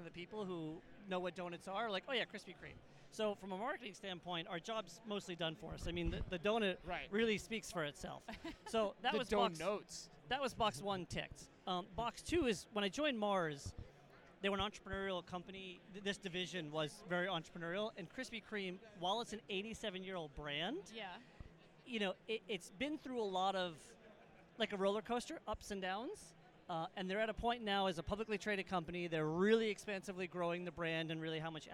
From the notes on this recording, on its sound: Live From Manifest 2024. Directly from the show floor.